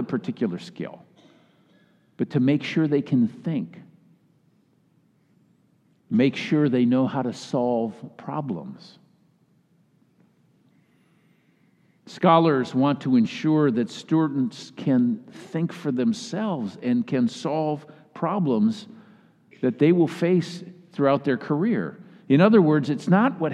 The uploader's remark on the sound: Message delivered during the Classis Worship service.